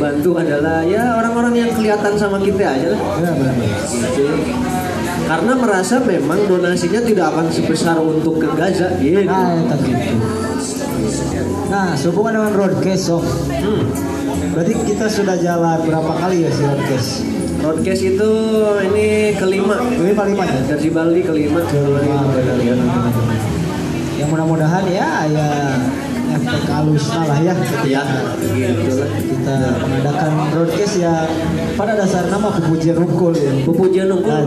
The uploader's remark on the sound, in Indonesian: Live at Markat Coffee Bandung 19 Februari 2022